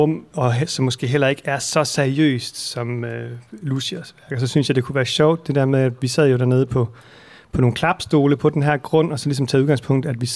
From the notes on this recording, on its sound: The first of five afternoon broadcasts from the biennial for sound and listening, Struer Tracks, recorded live in a caravan on the town square of Struer in West Jutland, Denmark.